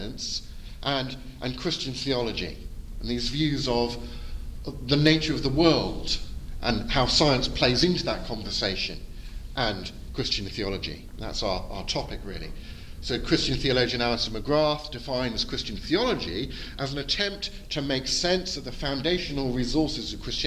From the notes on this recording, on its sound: Edited audio from my Post-Conference Seminar. At the 2022 European Leadership Forum in Poland.